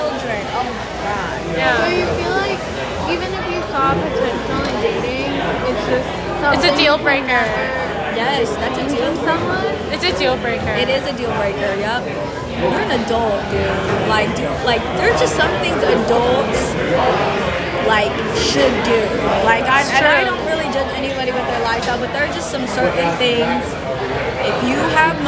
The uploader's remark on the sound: recorded at Izakaya Kou in the Fillmore